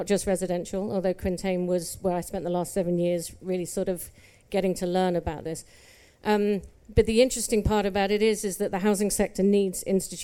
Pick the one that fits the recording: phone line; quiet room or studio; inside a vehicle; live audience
live audience